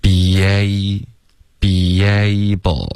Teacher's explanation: I didn't think you'd be able 之间会出现一个很轻的一个 year 的音